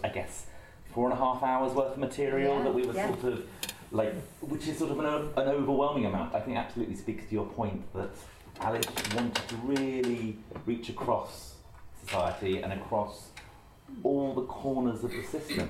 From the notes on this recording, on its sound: They met in the Donmar kitchen (sorry about the cutlery sounds) with some of our audience members.